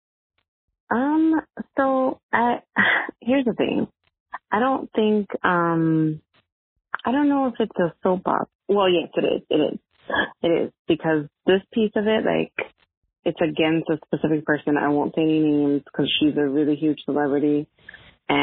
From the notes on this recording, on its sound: Conducts a phone interview.